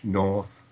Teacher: With rhoticity, I would transcribe it open O or turned C, schwa with a hook